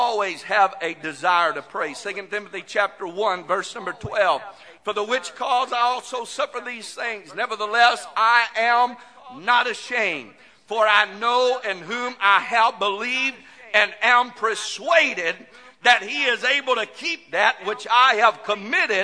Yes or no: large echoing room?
yes